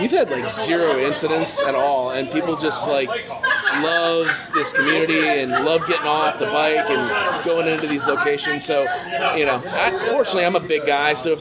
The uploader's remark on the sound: Live from Brixx